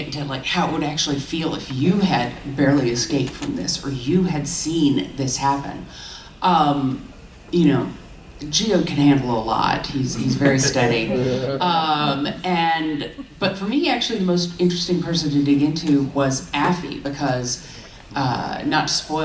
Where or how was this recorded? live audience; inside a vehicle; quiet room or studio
live audience